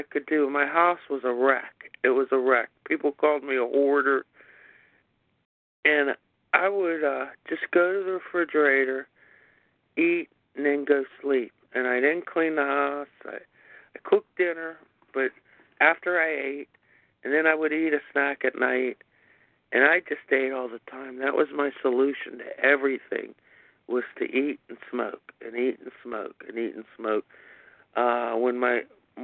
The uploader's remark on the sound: 100 Pounders Phone Meeting